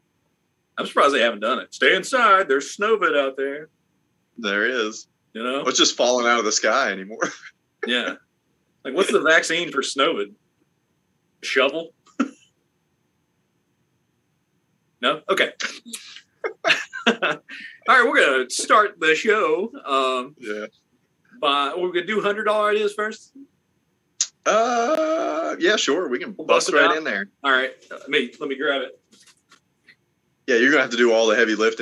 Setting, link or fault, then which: link, video call